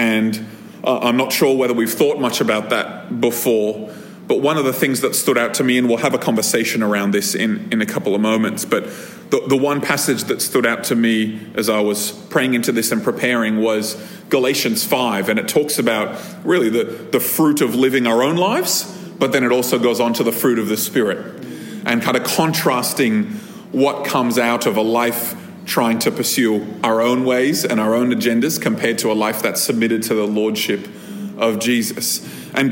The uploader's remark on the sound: This episode was recorded at a Thrive Community gathering on 22nd October 2023.